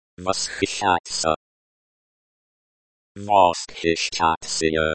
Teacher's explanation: with the emphasis on the second syllable